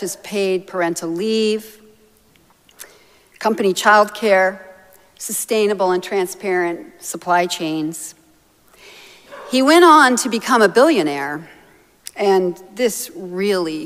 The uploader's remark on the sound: Recorded live at Arlington Street Church, Sunday, May 28, 2023.